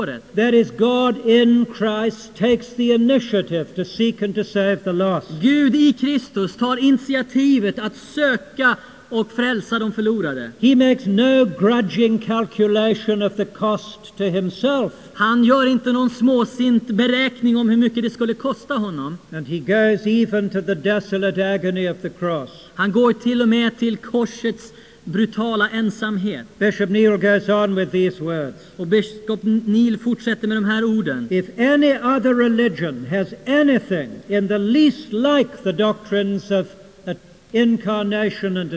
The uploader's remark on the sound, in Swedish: Inspelad i Saronkyrkan, Göteborg 1992-05-21.